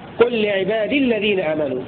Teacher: تسكن الياء وتحذف تخلصا من التقاء الساكنين أصلا